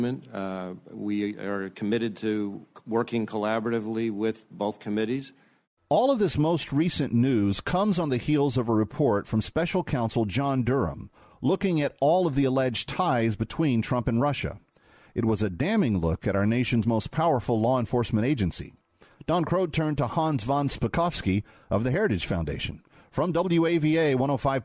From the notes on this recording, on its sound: While at the National Religious Broadcasters event in Orlando, Florida.